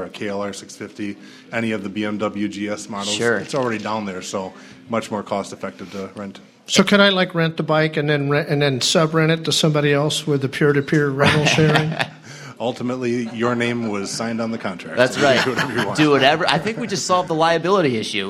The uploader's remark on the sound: Live from Hood River! We thought it might be fun to record the show live, in front of an audience, and what better audience to do that with than the attendees at this years’ Rally in the Gorge. We interview the attending vendors.